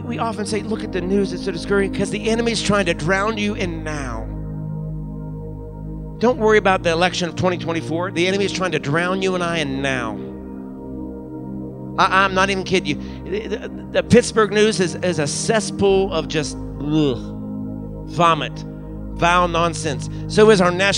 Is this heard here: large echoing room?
yes